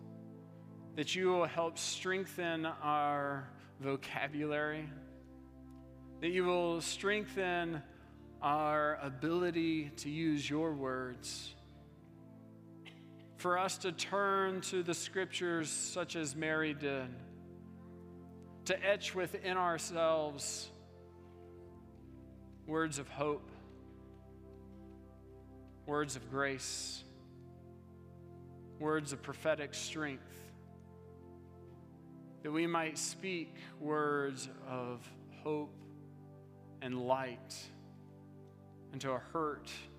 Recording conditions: large echoing room